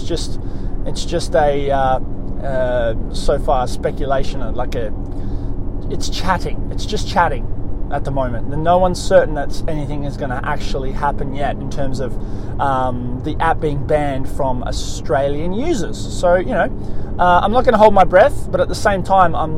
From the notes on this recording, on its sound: On this episode I am in the car